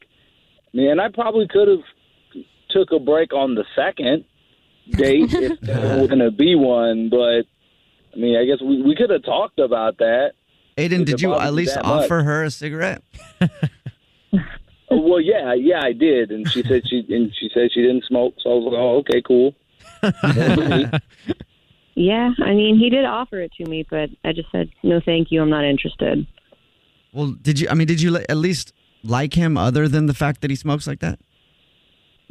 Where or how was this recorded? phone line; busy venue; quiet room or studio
phone line